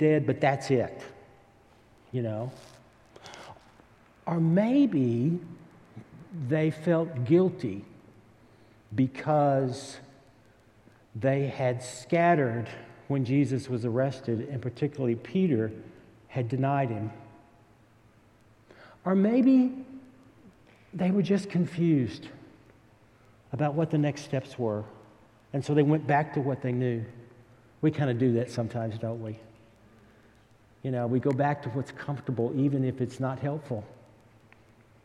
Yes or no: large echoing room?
yes